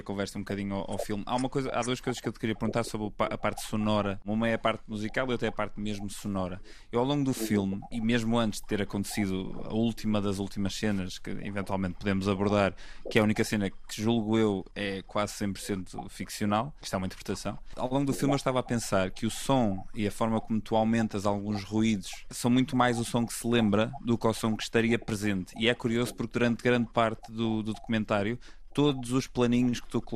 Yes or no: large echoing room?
no